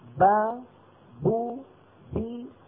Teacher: كل باء من هذه الباءات الثلاث خرجت بالتباعد بين طرفي الشفتين